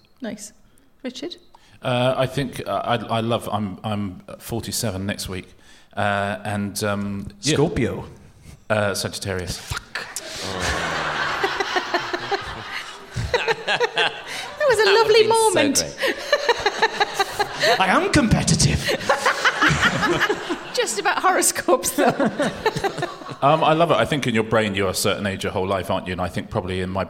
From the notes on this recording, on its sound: Recorded at The Shaw Theatre, London